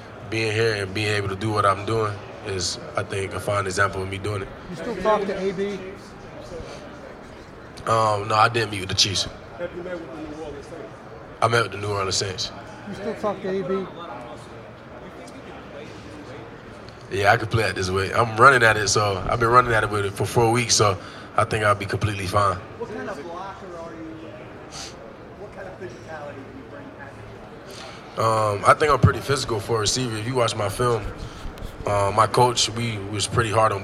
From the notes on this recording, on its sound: Press Conference from the NFL Combine. At the 2023 NFL Scouting Combine.